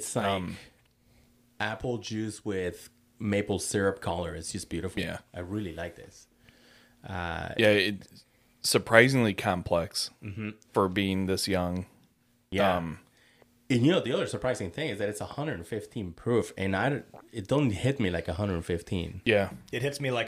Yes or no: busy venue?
no